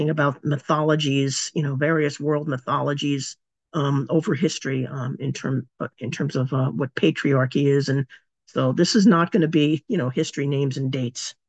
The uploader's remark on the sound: A live webinar. Part of our webinar series Radical Feminist Perspectives.